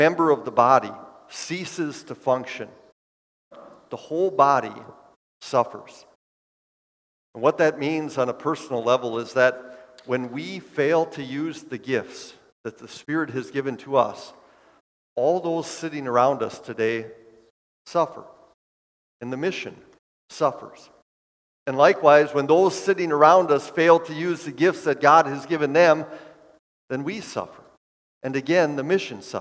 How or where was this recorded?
large echoing room